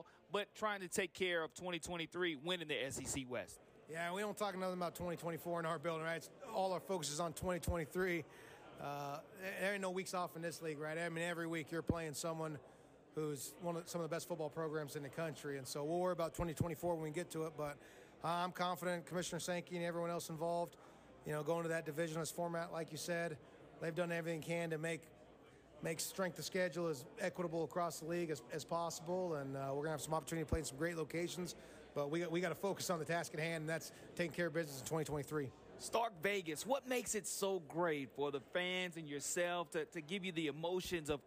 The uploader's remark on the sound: Live at SEC Media Days. The Nashville SEC Media Day Two!